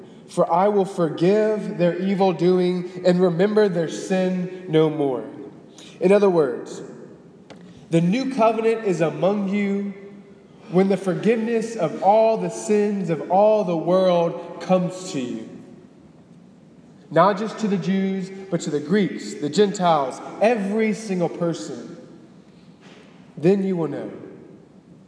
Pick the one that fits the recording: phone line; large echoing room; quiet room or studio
large echoing room